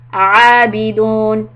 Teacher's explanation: Try to make the ayin sound and don't say abidun, it will sound like alif.